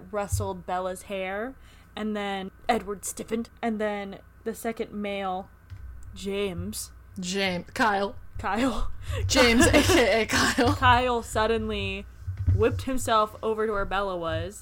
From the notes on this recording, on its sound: We're sorry for any sound issues we both have ADHD and sometimes can't stay still.